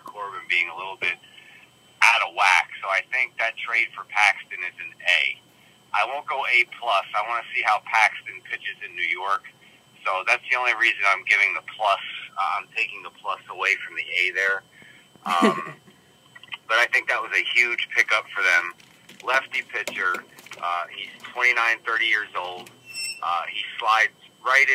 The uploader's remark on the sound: Video simulcast RIGHT NOW on Periscope. Live call-ins.